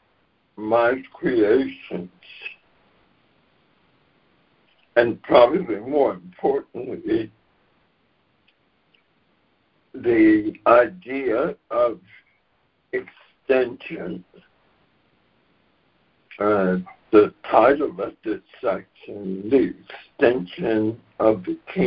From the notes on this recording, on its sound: ACIM Daily Conference Call.